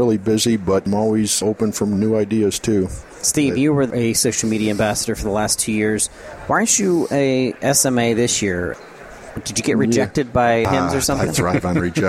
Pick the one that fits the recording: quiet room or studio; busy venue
busy venue